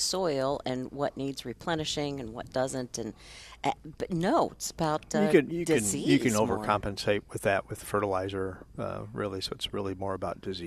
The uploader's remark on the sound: Plant Experts Live at Prairie Gardens 10-30-21.